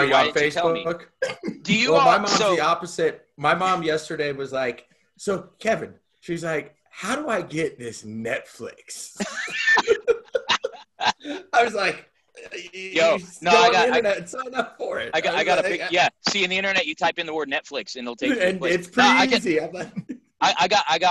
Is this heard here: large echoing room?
no